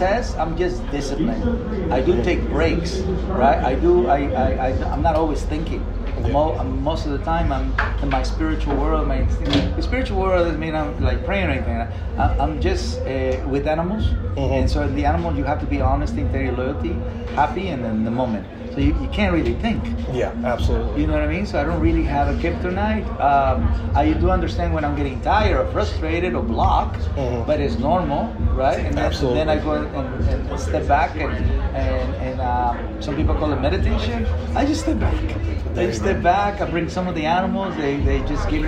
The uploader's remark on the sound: I sit down LIVE from VEECON